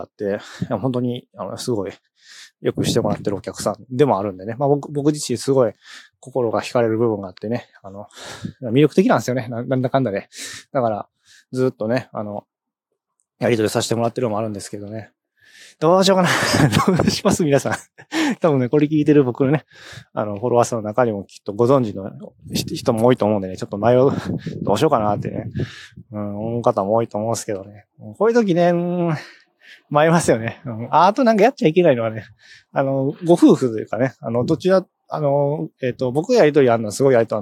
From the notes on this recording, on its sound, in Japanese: 風の雑音が多くてすみません